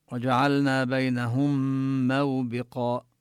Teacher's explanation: نبين ضم الهاء وندغم الميم في الميم ونشدد الميم، لما أضغمت الميم بالميم صار عندنا ميم مشددة.